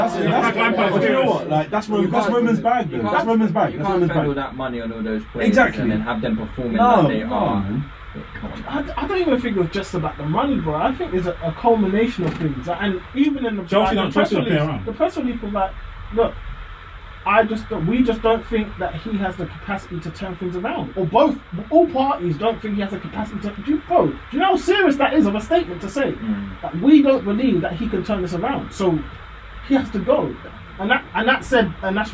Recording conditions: poor sound quality